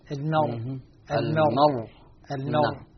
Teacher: عند السكون المحض الراء مفخمة، المر المر المر، لأن أنا ساكنة وقبلها فتح.